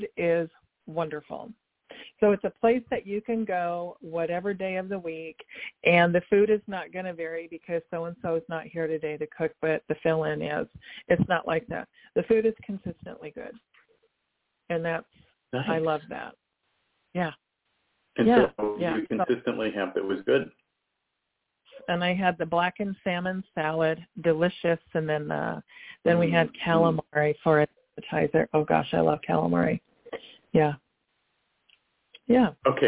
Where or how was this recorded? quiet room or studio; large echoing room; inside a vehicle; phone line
phone line